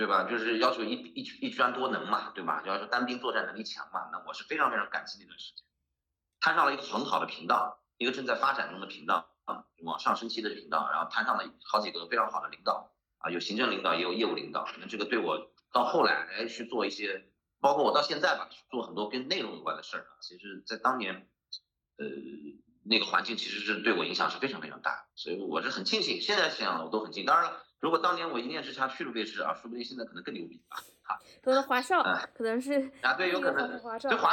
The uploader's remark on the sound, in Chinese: 我们远程用视频会议录制